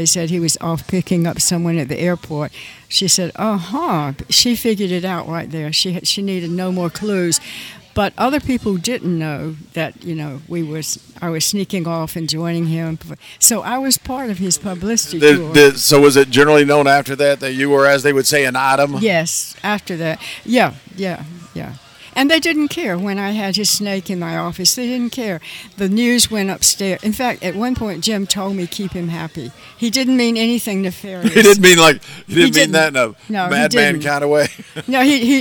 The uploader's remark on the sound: FROM GONZOFEST. Live interview from Louisville.